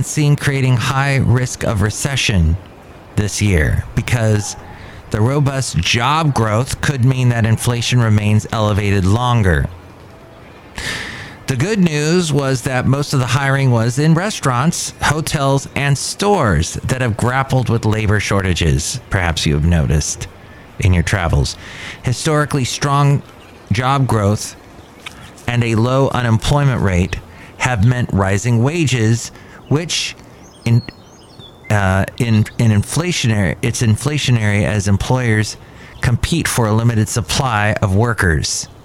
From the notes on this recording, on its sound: podcasts live from Cafe Anyway